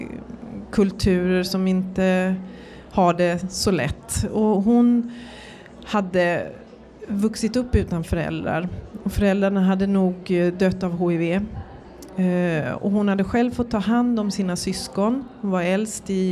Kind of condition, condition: setting, busy venue